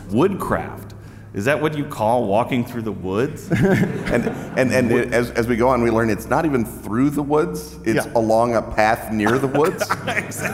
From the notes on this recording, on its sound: Live in Providence!